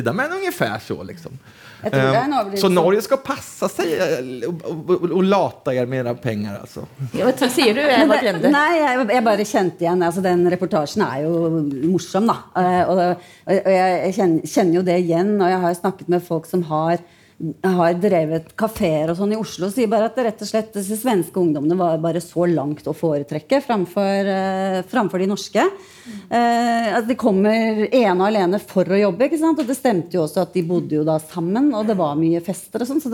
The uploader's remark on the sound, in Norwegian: Fra Holmen Bar, KÅKÅnomics 2019.